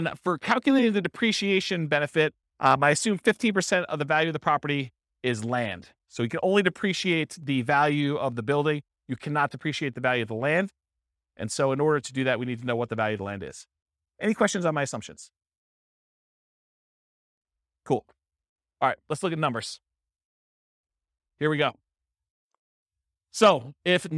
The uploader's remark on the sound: This was a live class recorded